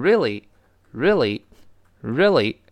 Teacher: 读快了之后呢，那个 re 啊，那个 a 就几乎听不到了